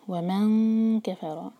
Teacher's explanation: نون کا اخفاء اور زبان کیف کے لیے تیار